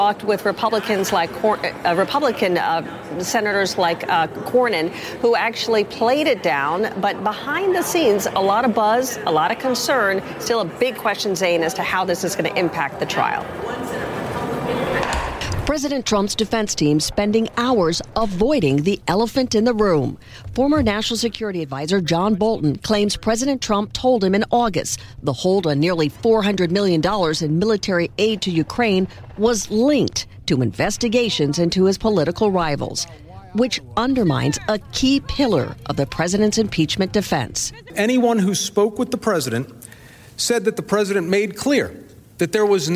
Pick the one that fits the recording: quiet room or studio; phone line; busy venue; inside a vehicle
busy venue